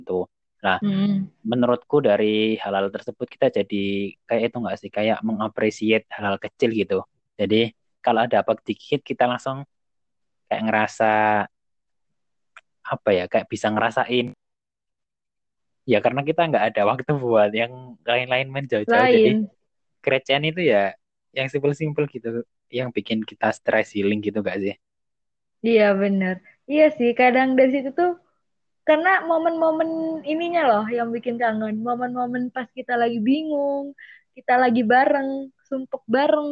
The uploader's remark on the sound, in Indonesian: Mohon maaf atas suara yang kurang jelas dikarenakan kondisi jaringan pada saat rekaman kurang stabil.